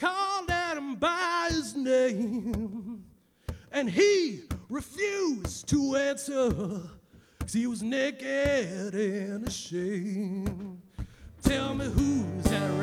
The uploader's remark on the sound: live at Harry's Hill